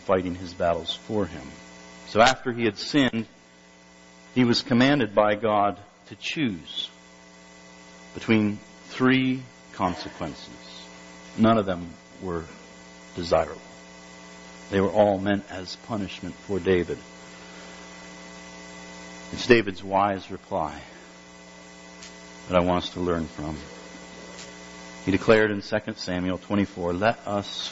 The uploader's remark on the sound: Due to some technical difficulties, the recording quality is rather poor.